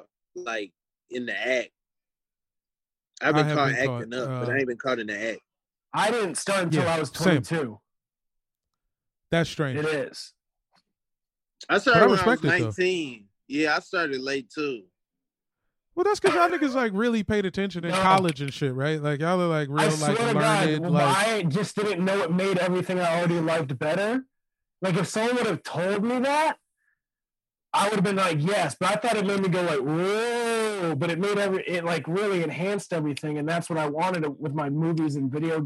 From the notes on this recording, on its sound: call in from the G-league Bubble